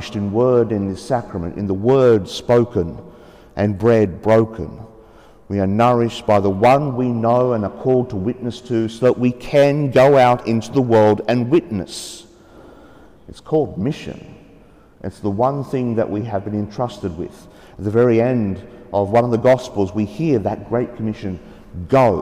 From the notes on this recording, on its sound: The homily for the 3rd Sunday of Easter (Year B) from Sacred Heart Cathedral, Hamilton.